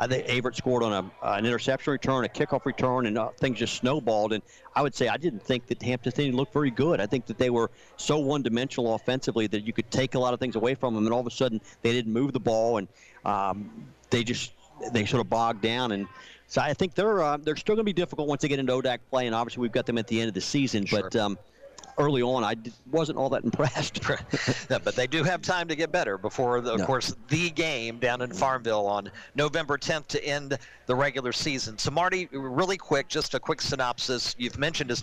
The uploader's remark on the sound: live from SportsPage Grille in Ashland